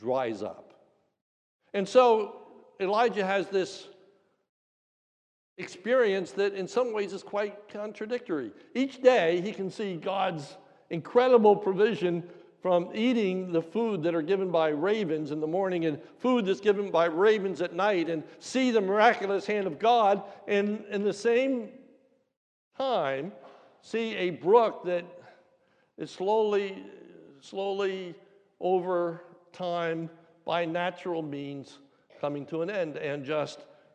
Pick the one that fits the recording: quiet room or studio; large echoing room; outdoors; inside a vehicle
large echoing room